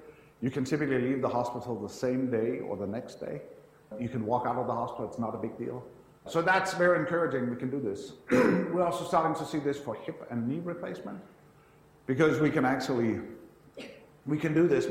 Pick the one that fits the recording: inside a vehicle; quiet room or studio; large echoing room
large echoing room